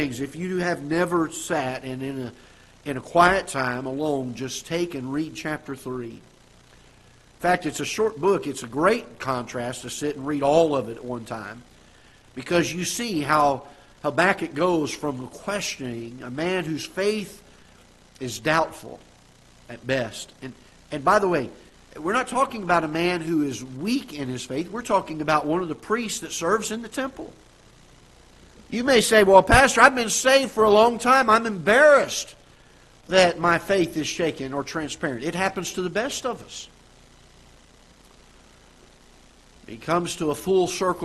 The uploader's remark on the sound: Ketha Heights Baptist Church ~ Live Broadcast